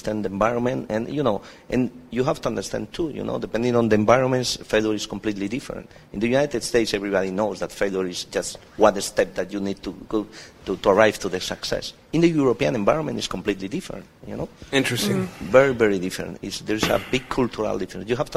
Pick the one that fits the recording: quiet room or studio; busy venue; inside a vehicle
busy venue